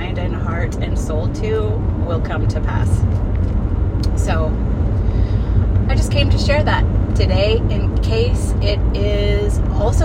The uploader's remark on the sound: I recorded it in the car so the sound quality is horrific, sorry